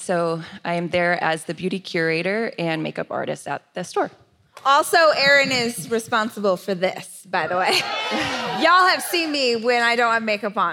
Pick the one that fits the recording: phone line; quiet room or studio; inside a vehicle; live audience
live audience